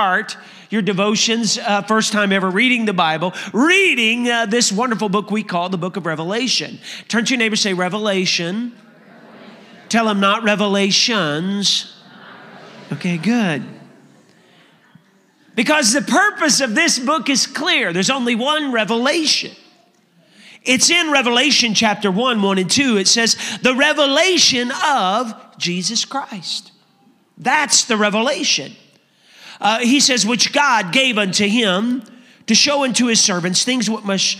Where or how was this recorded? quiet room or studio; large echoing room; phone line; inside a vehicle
large echoing room